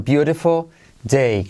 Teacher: Cuidado, no beautiful, sino beautiful day. Con la L al final que casi no se dice.